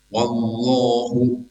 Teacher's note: lafaz Allah harus dibaca dengan takhim tebal dibaca oh wallahu ya, seperti lafaz Allah